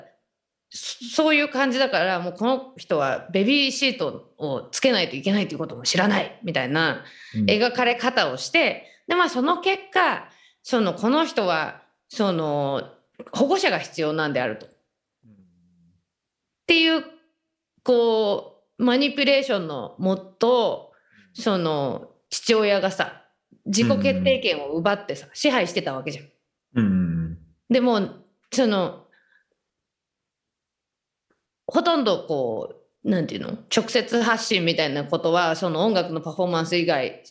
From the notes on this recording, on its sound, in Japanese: 本収録はビデオ会議サービス「Zoom」を使用し。一部聞き取りづらい箇所があります。